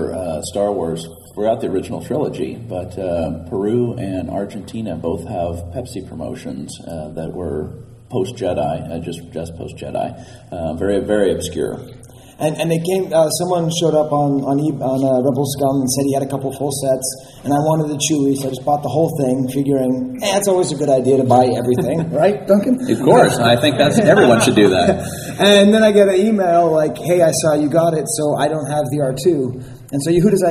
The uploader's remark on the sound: Live from Celebration Anaheim. The second issue of our audio magazine to be written and recorded at Celebration Anaheim.